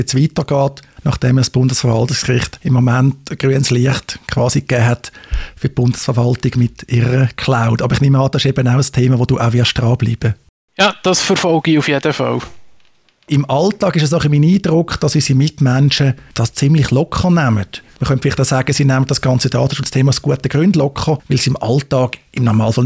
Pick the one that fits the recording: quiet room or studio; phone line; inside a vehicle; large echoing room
quiet room or studio